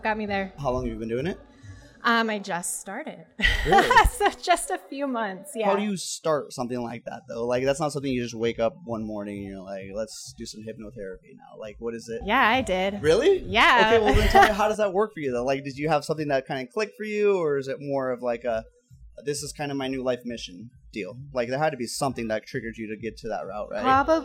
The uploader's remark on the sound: Welcome to our first live event series! This podcast was recorded at the Rapunzel Salon and Spa in Boise, Idaho. The event was a 21+ Trunk or Treat where local business and indivuals came together to have a good time.